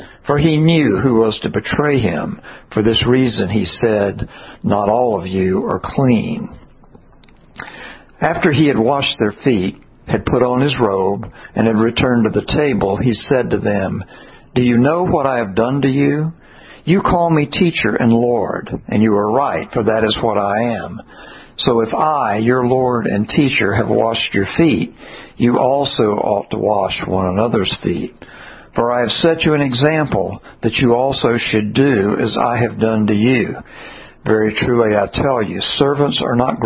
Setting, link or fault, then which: setting, large echoing room